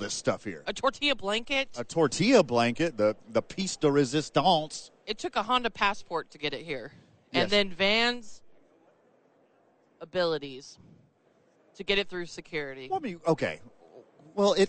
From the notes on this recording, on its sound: Radio Row Day 1 in Las Vegas. Live from Vegas on Radio Row.